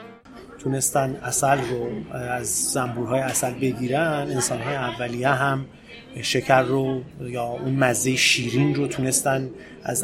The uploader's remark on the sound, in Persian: این پادکست رو توی یک کافه در شهر تهران ضبط کردیم، برای همین صداهایی توی پسزمینه میشنوید و از این لحاظ با بقیهٔ پادکستهای دهان متفاوت شده.